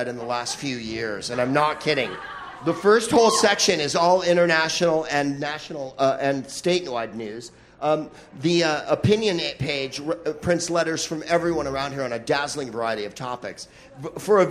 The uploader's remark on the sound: Live from the Maui Comedy Festival